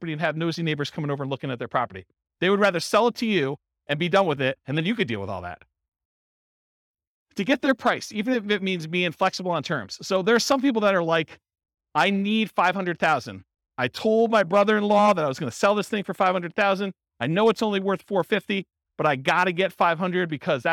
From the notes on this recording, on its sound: This was a live class recorded to give investors a solid qualitative overview of all the different real estate investing strategies. Thornton, Colorado.